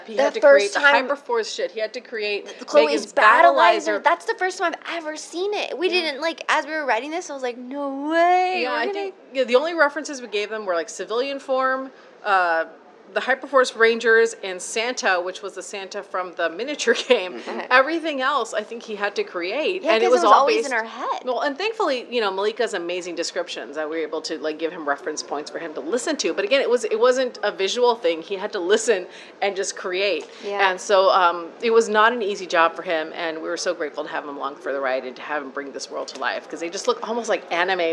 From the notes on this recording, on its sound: SDCC 2023 Interview. Enjoy the ambient background noise that is San Diego Comic Con!